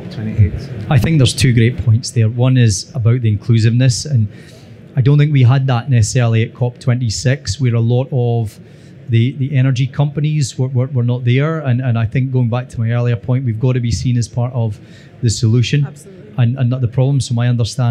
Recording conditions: busy venue